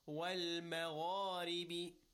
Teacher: Magha, rounded voice, rounded mouth with a heavy voice. · Term: tafkhim